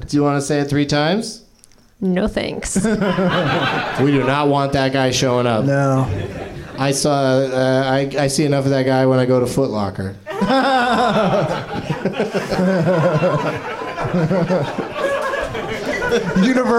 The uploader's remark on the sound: Live from the NerdMelt Showroom in LA